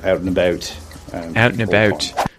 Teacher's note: he says more like oot and a boot, which sounds like Canadian